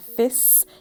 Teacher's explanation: a child who referred to a plastic inflatable fish as a fis, substituting the sh sound for the s sound